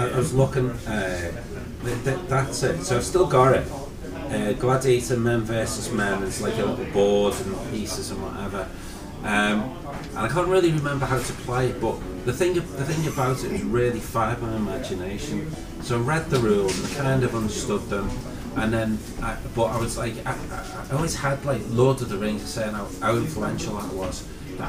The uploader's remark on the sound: Recorded 'live' from the Geek Retreat Games store in Liverpool city centre.